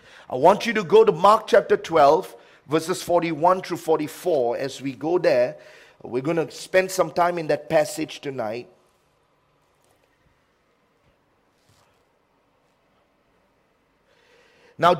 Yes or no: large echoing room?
yes